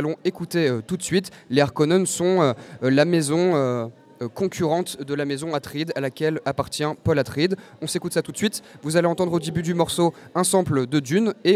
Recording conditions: busy venue